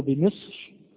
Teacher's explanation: هذه الراء دائرة بين التفخيم والترقيق، ولكن التفخيم أولى